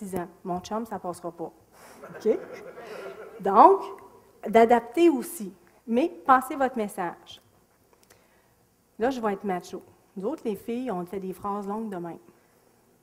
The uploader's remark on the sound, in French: Extrait de la conférence. Au cégep de Sainte-Foy.